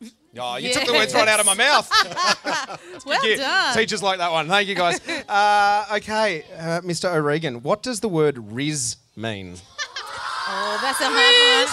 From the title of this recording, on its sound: LIVE From Central Coast Grammar School